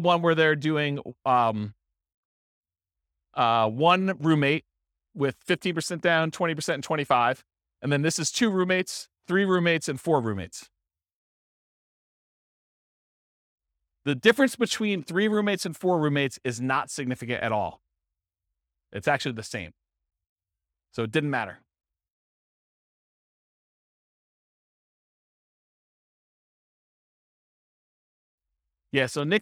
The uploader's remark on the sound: This was a live class recorded